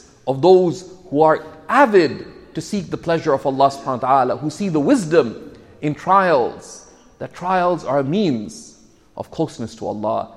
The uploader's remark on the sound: This Friday khutba was delivered at Sayeda Khadija Centre in Mississauga.